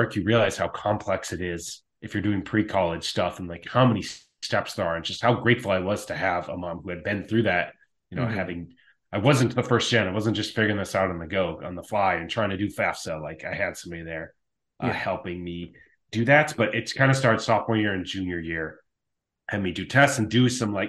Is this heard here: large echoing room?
no